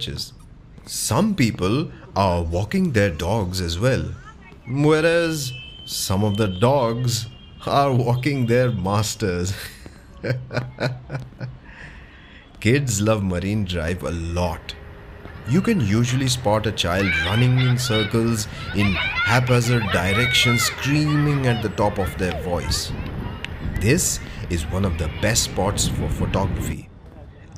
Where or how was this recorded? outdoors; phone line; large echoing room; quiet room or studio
outdoors